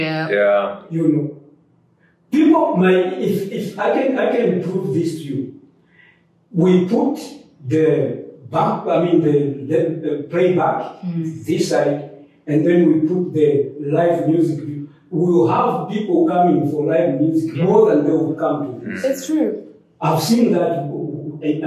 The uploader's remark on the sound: While on the move in Johannesburg, so apologies for the boomy sound!